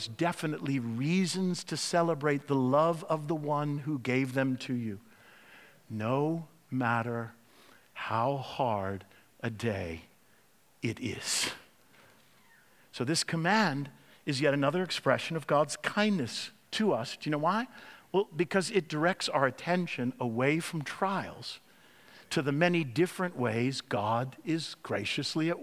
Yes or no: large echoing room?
yes